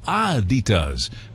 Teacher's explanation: It's supposed to be Adidas, with slight emphasis on the first syllable, the syllable, not Adidas, stressing the second.